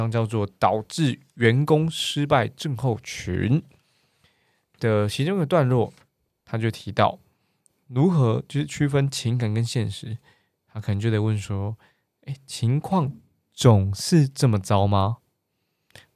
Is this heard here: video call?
no